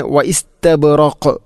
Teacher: ഖാഫിനെ ശരിക്കും എടുത്തു കാണിക്കണം, കാരണം അത് ഖൽഖലയുടെ അക്ഷരമാണ്, ഖുതുബുജദ് എന്ന ഈ അഞ്ച് അക്ഷരത്തിൽപ്പെട്ടതാണ്.